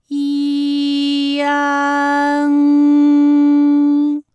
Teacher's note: 升高，舌面的前部抵住硬腭的前部，当两者将要接触的时候，软腭下降，打开鼻腔通路，紧接着舌面前部与硬腭的前部闭合，使在口腔受到阻碍的气流从鼻腔里透出，口型由开到合，舌位移动比较大。安，哎，我把这个过程当中啊给大家发的细一些，大家可以仔细听我的发音哈，从前啊开始，安，哎，我发的比较慢，那实际我们发安的时候呢，不用这样的慢哈，让你感受到啊到呢的一个变化，直接我们发出安就可以了。那最后这个声音呢是从鼻腔里发出的，大家可以跟我练一组例词啊，参战，参战，反感，反感，烂漫，烂漫。好，下面呢我们来发一安的发音，发音的时候呢从前高不圆唇元音一开始，舌位向前低元音啊的方向滑降，舌位只降到半低前元音 i 的位置就开始升高，发 i 后软腭下降，逐渐增强鼻音色彩，舌尖迅速移到上齿龈，最后抵住上齿龈，做出发鼻音呢的状态